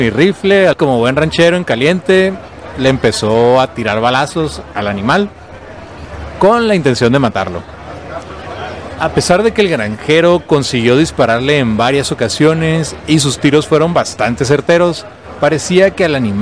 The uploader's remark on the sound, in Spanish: en vivo desde Cervecería Averno